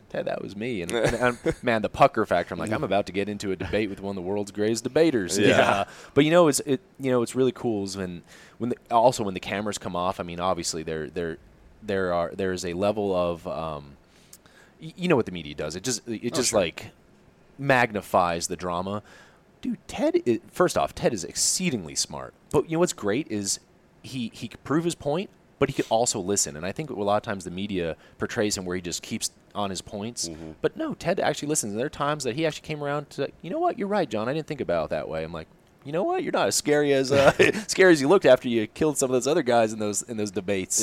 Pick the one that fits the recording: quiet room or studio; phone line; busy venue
busy venue